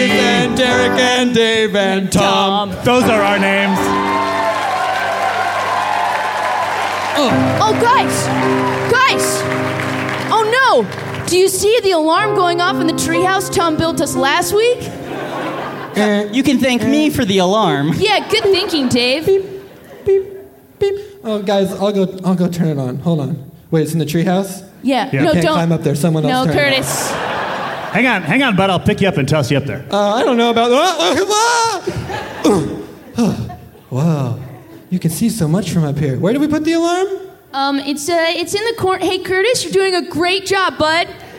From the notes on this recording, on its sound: This very special live edition of OFF BOOK from the Now Hear This: Podcast Festival.